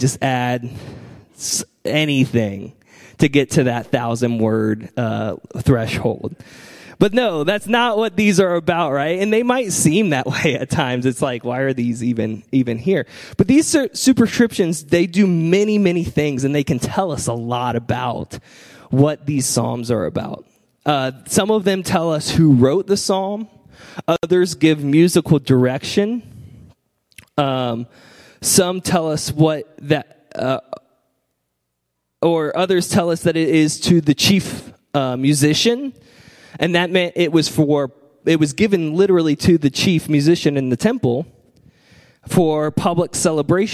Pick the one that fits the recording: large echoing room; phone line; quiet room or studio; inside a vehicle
large echoing room